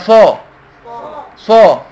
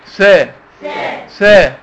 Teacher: يبقى في عندي صاد وعندي سين. الصاد مفخمة. السين مرققة.